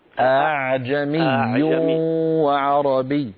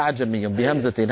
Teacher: الهمزه الثانيه الله يسلمك رواها حفص لنا مسهله · Shown in: first take